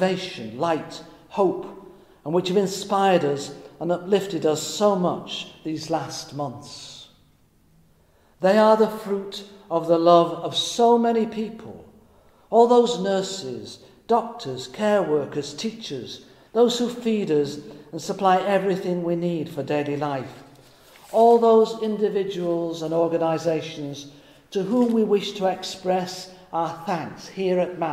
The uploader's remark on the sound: Recorded in Middlesbrough Cathedral on Thursday, 28 May 2020.